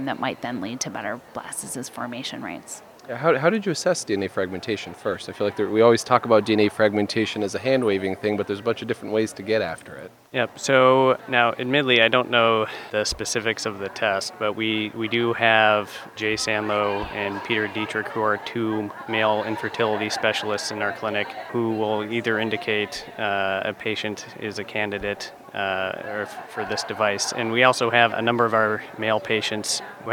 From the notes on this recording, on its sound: Live from ASRM 2023.